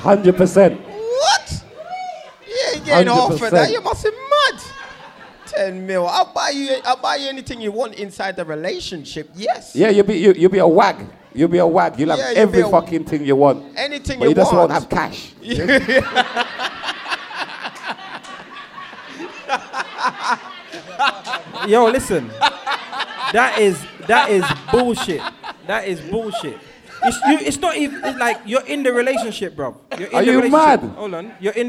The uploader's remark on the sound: Chalk and Cheese Podcast - The Live Show. Chalk and Cheese podcast second LIVE SHOW!!